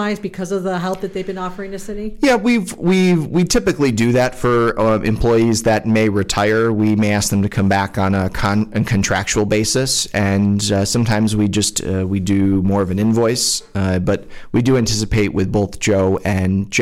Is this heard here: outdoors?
no